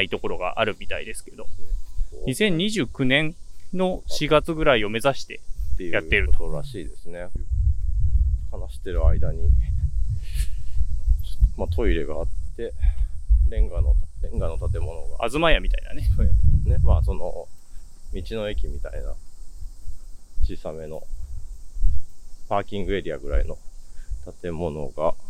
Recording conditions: wind noise